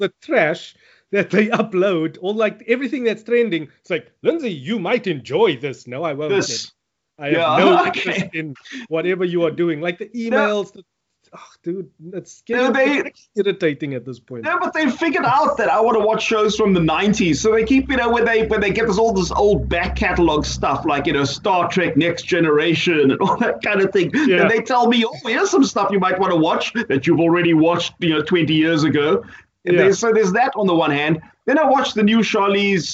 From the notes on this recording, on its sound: Recorded via Skype